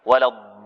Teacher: الضاد تحتاج إلى تفخيم أكثر، وبعدها الألف، واللام لها توسط، توسط يعني لا تعطيها أكثر من توسطها.